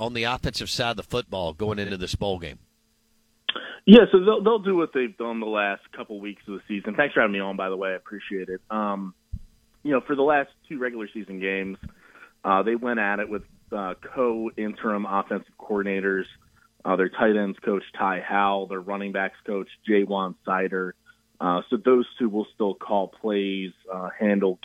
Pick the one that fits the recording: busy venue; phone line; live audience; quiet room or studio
phone line